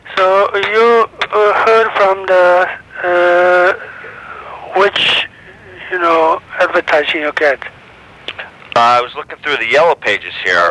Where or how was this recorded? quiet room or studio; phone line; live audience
phone line